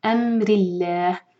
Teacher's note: اللہ تعالیٰ کے نام میں جو لام ہے لام جلالہ لائٹ پڑھا جائے گا کیونکہ اس سے پہلے زیر ہے